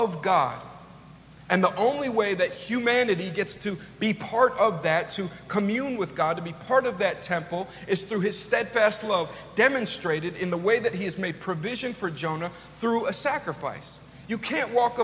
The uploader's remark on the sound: This message was delivered on September 18th 2022 at New City Fellowship: West End. At New City Fellowship: West End in St. Louis, MO.